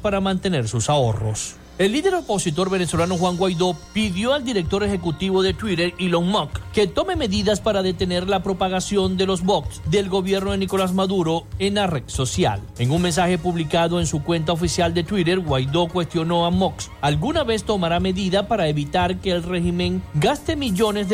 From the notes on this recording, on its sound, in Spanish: En el programa de hoy sostuvimos una charla telefónica con la primera dama del estado Zulia.